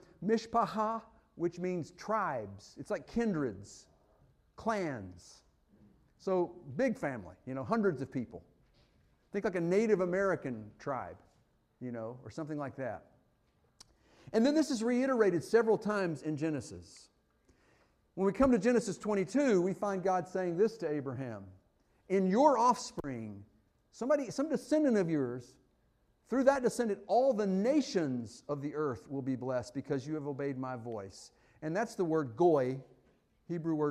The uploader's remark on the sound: Fuquay-Varina church of Christ sermon audio from Sunday, April 16, 2023.